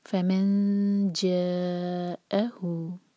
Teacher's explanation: تو یہ ہوا جاء، حمزہ پر کٹ آف ساؤنڈ کلیئر، جا نہیں ہوگا، جا ا. آگے ہے ہو، دو حرکات، دمہ کے بعد چھوٹی سی واو